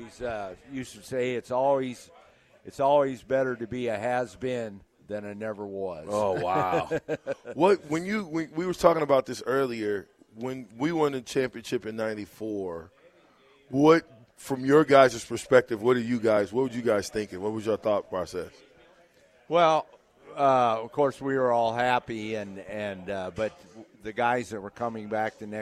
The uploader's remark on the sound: LIVE at Wingstop